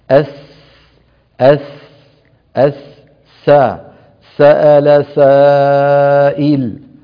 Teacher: يخرج من طرف اللسان ومن وضعه وضع طرف اللسان على أسفل الصفحة الداخلية للأسنان السفلى الأمامية. الأسنان السفلى الأمامية اسمها الثنايا، الثنيتين السفليين. · هي حرف رخو، نحرص على مطه قليلا إن كان ساكنا · Term: حرف السين